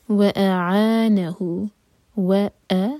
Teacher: حمزہ پر cut off sound اور ا ایک حرکہ پورا کھینچیں اس کے بعد عین، اعانہو دیکھیے ا کا ساؤنڈ الگ ہے اور ا کا